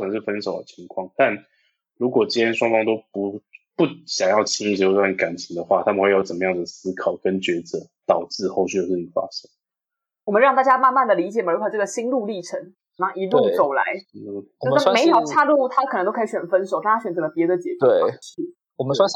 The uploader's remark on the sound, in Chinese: 音質依然很差，但希望你們能包容。